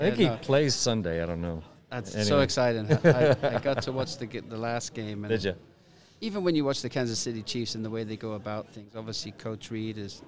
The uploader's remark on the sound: interview from the United Soccer Coaches Convention